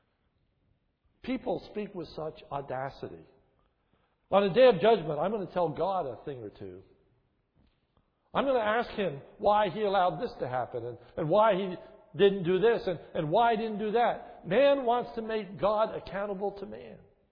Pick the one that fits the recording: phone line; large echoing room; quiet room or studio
large echoing room